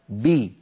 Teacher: وإن كانت الباء مكسورة، خرجت بالتباعد بين طرفي عضو النطق اللذان هما الشفتان، وصاحب ذلك انخفاض قليل للفك السفلي وارتفاع لوسط اللسان